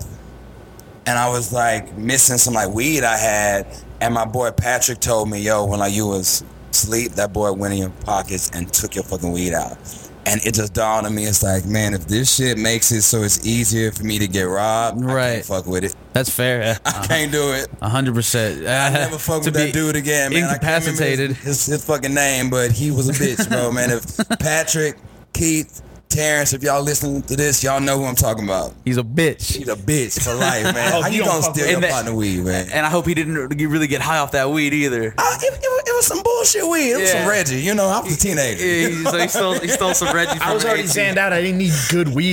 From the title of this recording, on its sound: Live at Axelrad